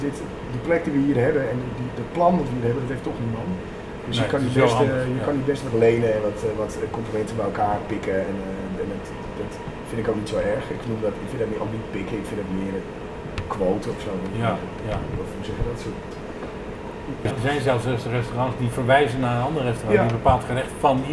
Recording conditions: poor sound quality